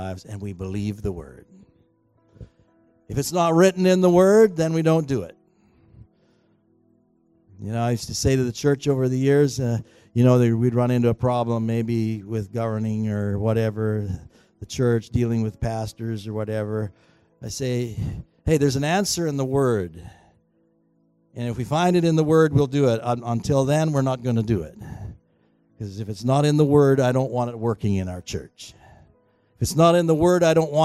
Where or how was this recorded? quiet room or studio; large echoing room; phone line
large echoing room